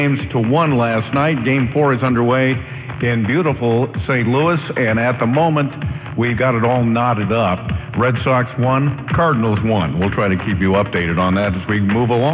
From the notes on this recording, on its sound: Originally broadcast live on AM 1090 The Fan from Town Hall Seattle